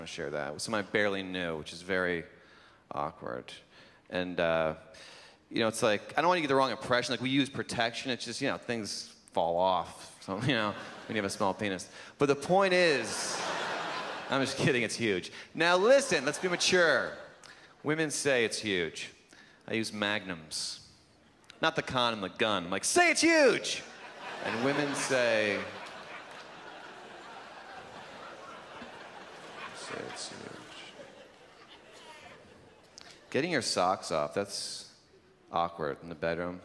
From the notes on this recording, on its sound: performed by the 2006 Just for Laughs Festival in Montreal